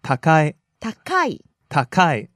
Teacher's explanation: 高い starts low, high, down